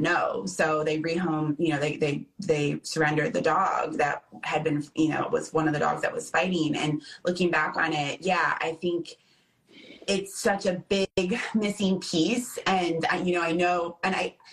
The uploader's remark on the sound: Live on IG.